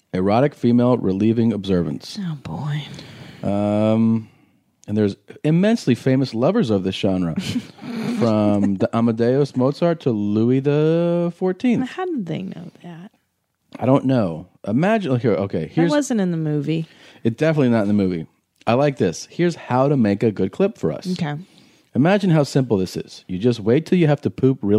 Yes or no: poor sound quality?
no